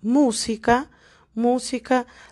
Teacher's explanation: la sílaba más fuerte es la antepenúltima. Entonces, la última sílaba es el K la penúltima es el sí y la antepenúltima es la mu.